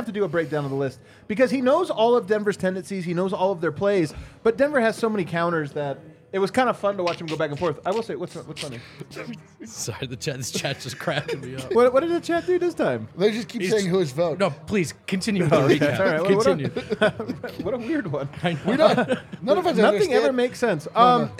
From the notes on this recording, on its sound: Live in studio from the DNVR bar.